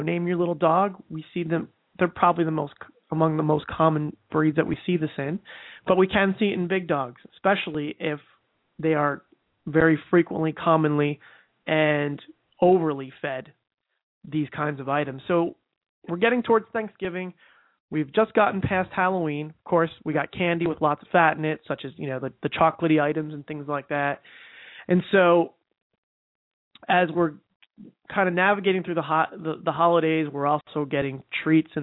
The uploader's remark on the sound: We also have one e-mail question to address live on the air, and with our new live format, we will be taking live calls as well.